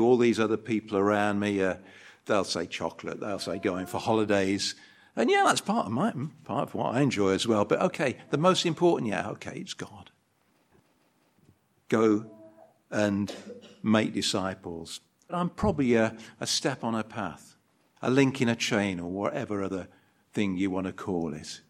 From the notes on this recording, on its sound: An edited video recording of the Sunday service.